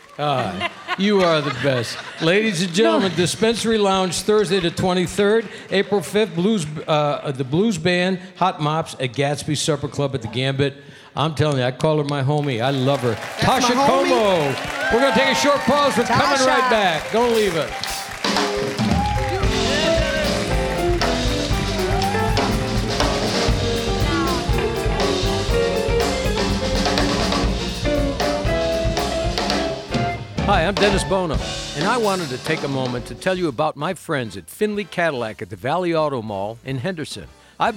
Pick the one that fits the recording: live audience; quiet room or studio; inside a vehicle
live audience